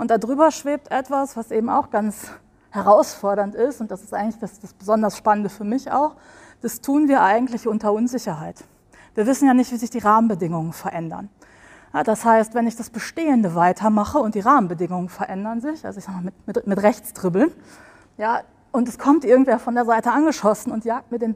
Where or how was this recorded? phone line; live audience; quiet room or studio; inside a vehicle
live audience